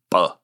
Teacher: A B sound can really only be made with the lips · Term: labial